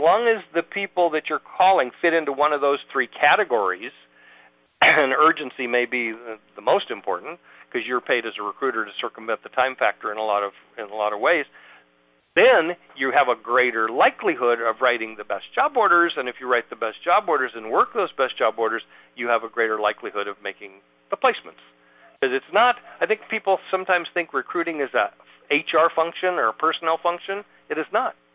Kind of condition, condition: link, phone line